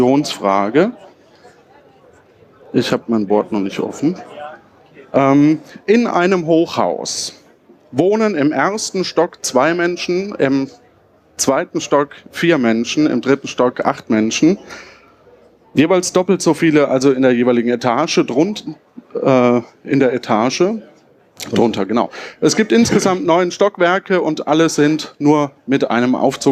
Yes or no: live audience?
yes